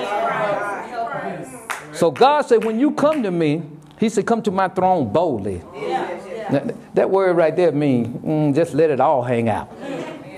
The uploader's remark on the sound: Sermon preached from Wesley AME Zion Church